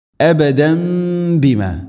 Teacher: തൻവീന് ശേഷം ബാ തൻവീനിനെ മീമാക്കി മണിച്ചുകൊണ്ട് ഉച്ചരിക്കണം. സാക്കിനായ നൂനോ തൻവീനോ ശേഷം ബാ വന്നാൽ അതിനെ മീമാക്കി മാറ്റും, അതാണ് ഇഖ്ലാബ്.